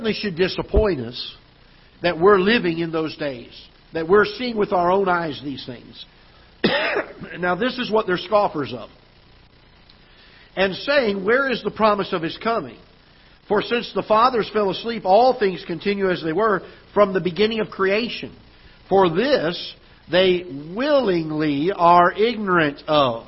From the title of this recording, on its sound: Ketha Heights Baptist Church ~ Live Broadcast